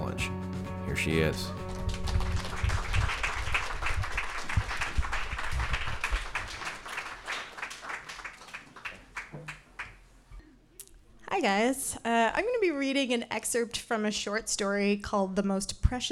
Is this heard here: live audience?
yes